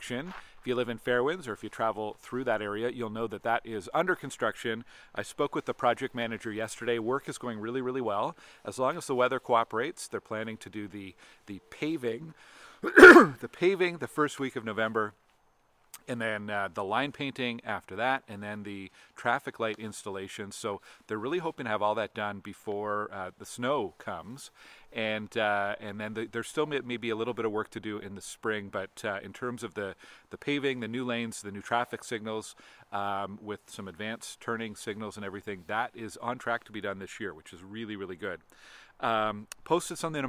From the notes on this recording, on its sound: Recorded in front of a haunted house on Allan Moore Place in Potter’s Key.